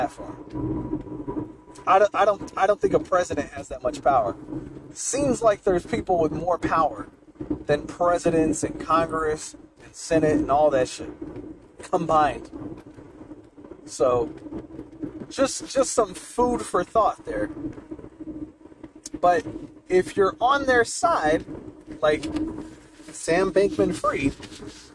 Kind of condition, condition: setting, inside a vehicle